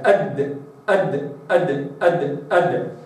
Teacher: طبعا الدال مقلقلة، لكن القلقلة بتاعتها ليست في زمن التصادم وإنما في زمن آخر هو زمن التباعد. فلابد أني أركز على الشدات أولا.